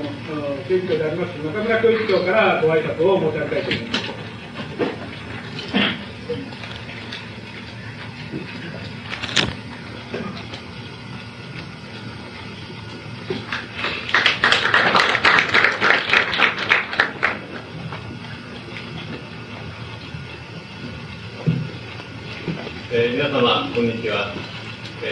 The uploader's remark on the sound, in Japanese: 主催：文京区教育委員会 場所：文京区女性センター。客席から録音されたもので 全編にわたってノイズが 入っており音質はよくない。